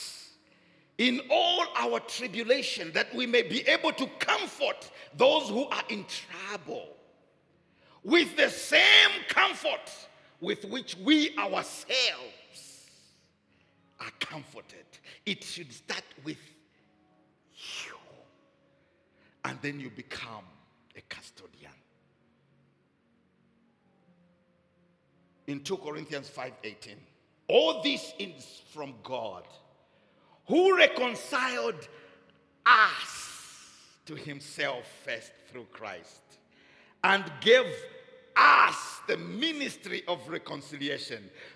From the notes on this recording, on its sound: Recorded Live at Doxa Deo Tshwane Central on Sunday 11 February 2024 (Morning Service).